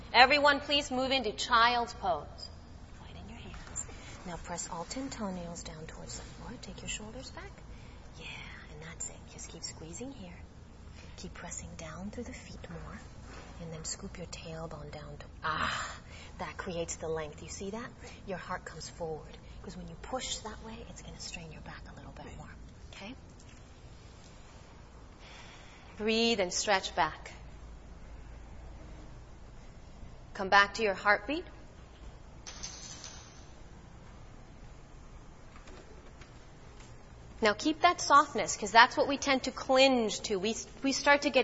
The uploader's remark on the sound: Live and Unplugged At The Center For Yoga